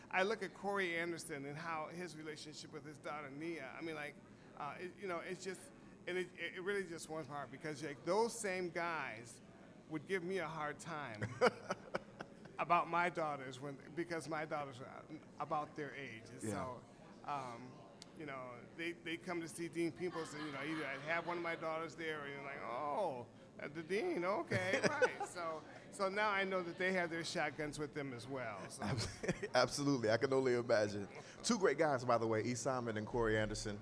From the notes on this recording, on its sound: Live at Cultivate.